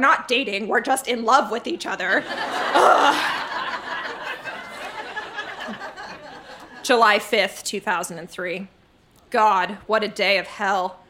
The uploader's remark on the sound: Recorded live in Vancouver, BC.